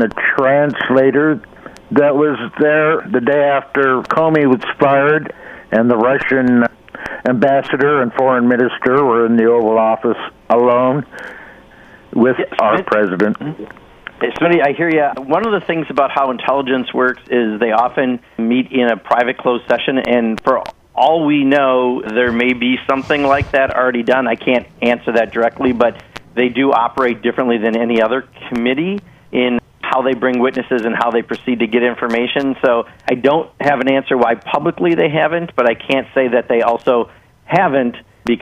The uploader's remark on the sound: Phones in for a national Town Hall answering listener questions.